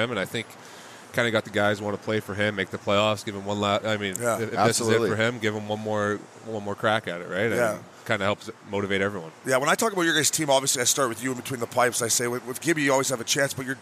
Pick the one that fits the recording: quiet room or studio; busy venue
busy venue